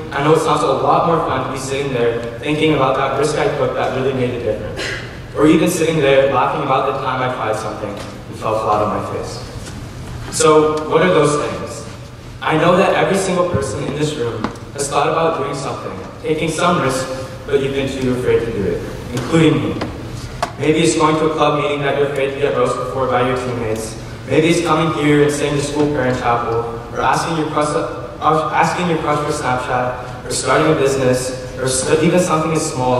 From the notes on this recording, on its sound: delivered his prefect homily to the student body in the Memorial Chapel